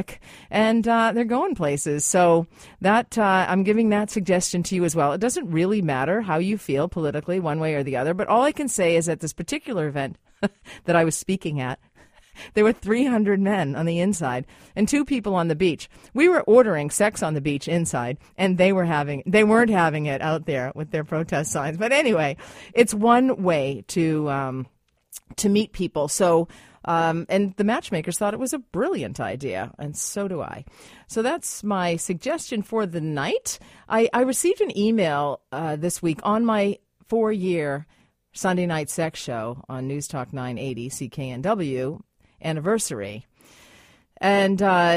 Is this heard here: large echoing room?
no